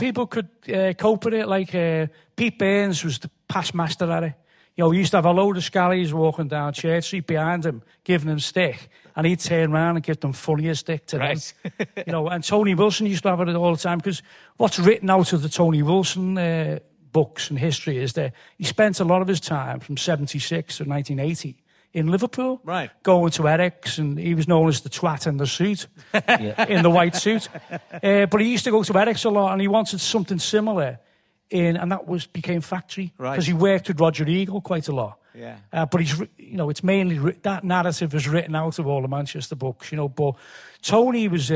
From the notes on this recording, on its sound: in an unseasonably sweltering Liverpool, at the Playhouse